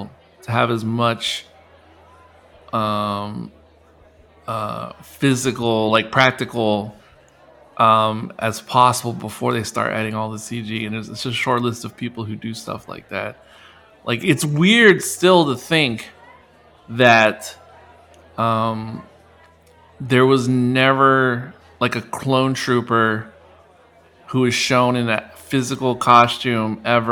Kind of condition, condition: setting, live audience